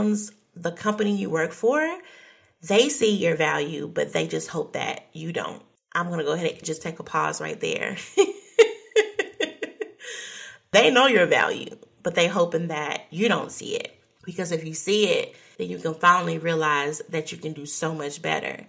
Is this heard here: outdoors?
no